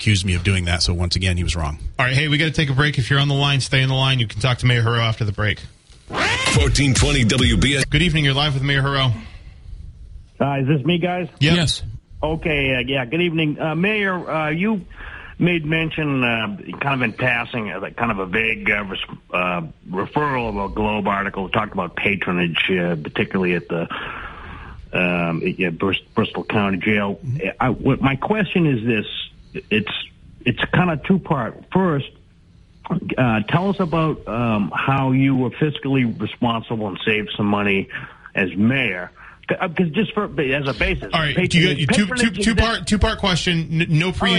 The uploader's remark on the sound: continues to take calls from the audience